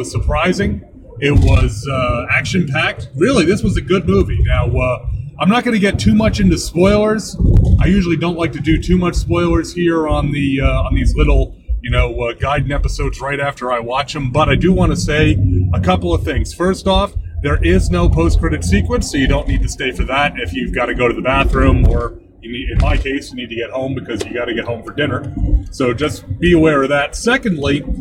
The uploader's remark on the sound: The audio is not up to my normal standards since I was recording in the mobile studio